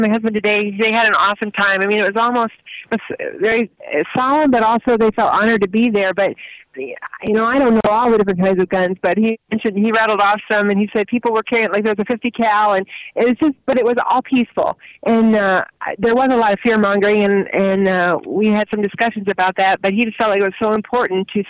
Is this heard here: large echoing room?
no